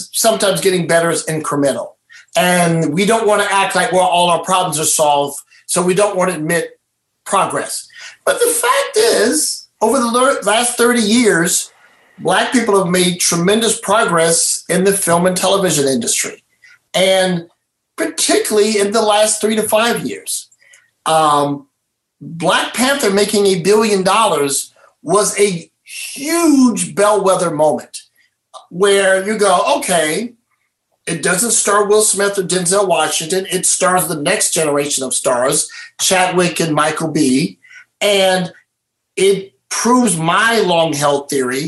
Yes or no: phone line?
no